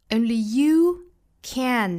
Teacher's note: label is thrown your way, your 做弱读啊就读成了 your way, only you,后面这个 you 需要做重读啊只有你才能够定义自己。那这个 you 呢也是整句话里面强调的核心点所以它要做重读的